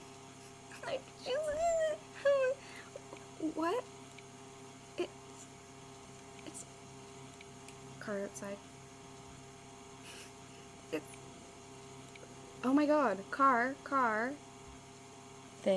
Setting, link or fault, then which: fault, background noise